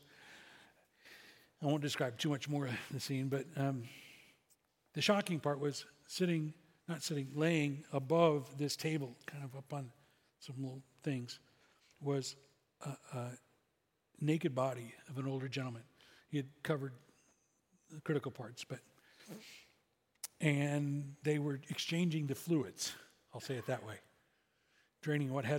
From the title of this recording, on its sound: SCG Church Service September 24th, 2023